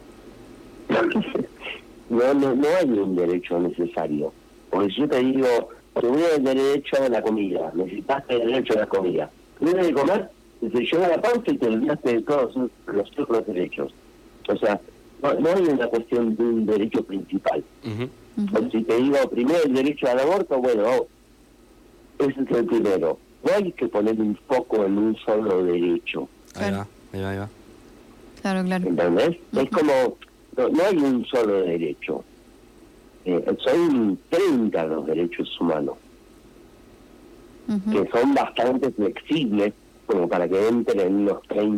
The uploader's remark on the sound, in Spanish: Vía entrevista telefónica